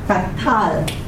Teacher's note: the accent would be on the second syllable